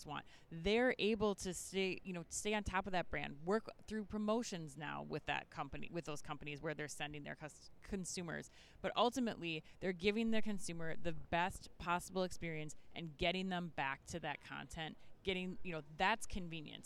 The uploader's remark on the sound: Live from Shoptalk Europe in Barcelona.